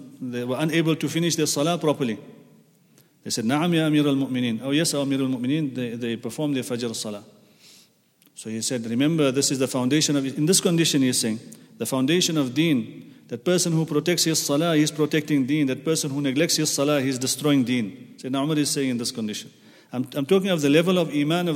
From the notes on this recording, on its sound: at the Houghton Masjid (West Street)